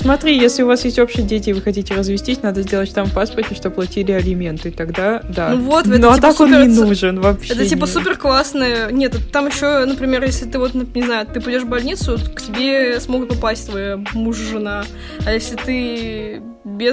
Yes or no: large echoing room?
no